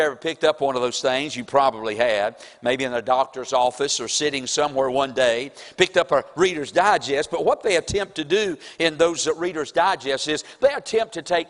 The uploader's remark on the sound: April 9, 2023 Sunday morning service preaching from the pulpit of Woodland Baptist Church – Winston Salem, NC